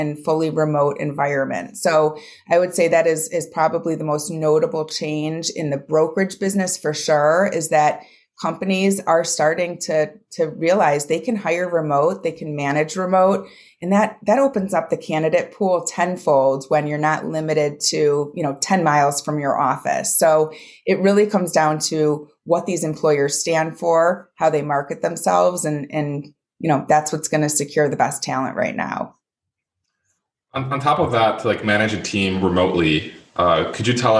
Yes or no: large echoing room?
no